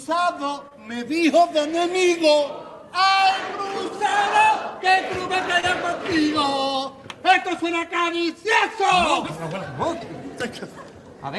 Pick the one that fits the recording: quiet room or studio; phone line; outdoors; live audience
live audience